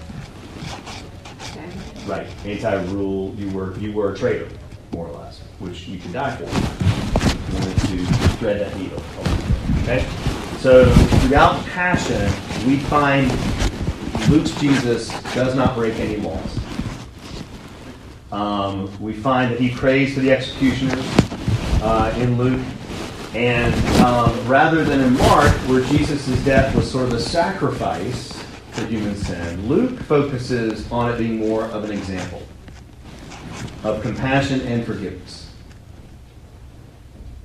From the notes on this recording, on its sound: Audio and PowerPoint from the On The Way New Testament lecture. My apologies for the terrible audio – I realized what I did and will fix it for next time! Trinity Presbyterian Church - Charlotte, NC.